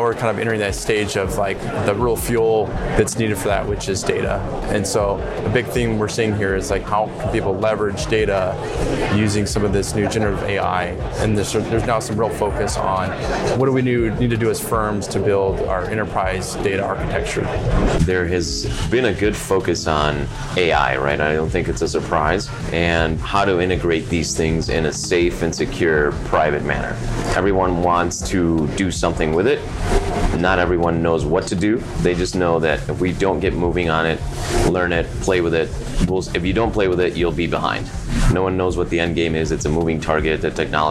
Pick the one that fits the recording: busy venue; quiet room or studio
busy venue